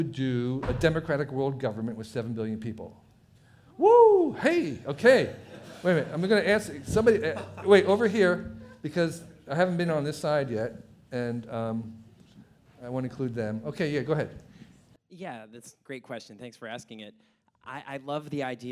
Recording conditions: busy venue